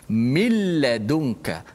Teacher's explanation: Suara nun dah tak ada pada bacaan. Dia hanya ada pada tulisan sahaja. · nun tu dah masuk dalam lam · Term: idgham bila gunnah